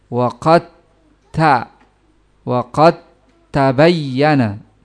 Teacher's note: Jadi kalau anda temukan kalimat wa qad tabayyana, wa qad dengan tabayyana, maka dan diidghamkan, dimasukkan ke ta dengan sempurna, dengan satu kali pengangkatan, satu kali pengucapan, yaitu yang diucapkan ta, bukan dal.